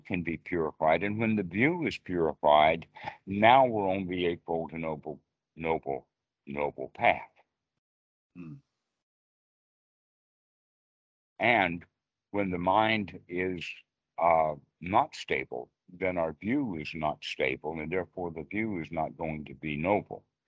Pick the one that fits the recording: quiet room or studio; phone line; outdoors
phone line